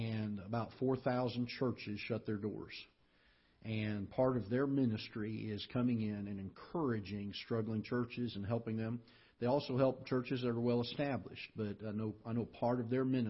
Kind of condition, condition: setting, large echoing room